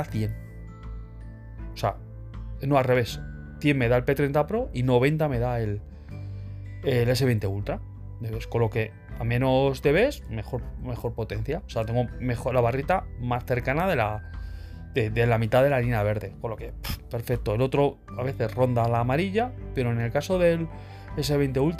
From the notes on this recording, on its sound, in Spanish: Grabado exclusivamente con el micrófono interno del teléfono movil